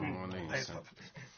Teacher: إدغام بغنة، إدغام الميم في مثلتها